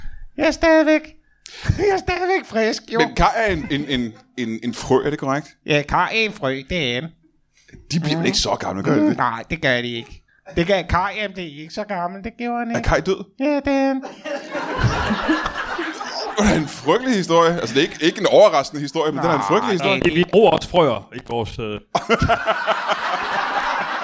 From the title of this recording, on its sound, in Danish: LIVE fra Kolding